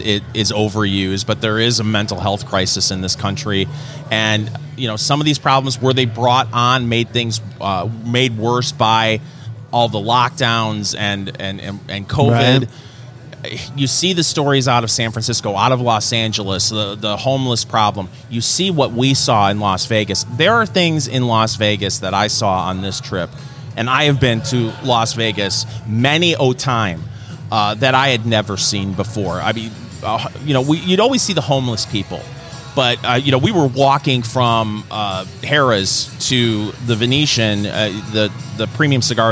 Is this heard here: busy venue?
yes